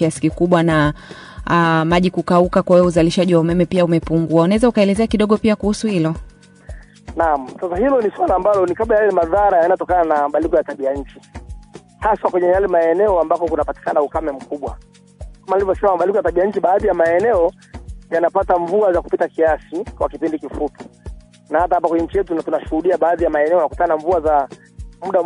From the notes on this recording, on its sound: We conducted a phone interview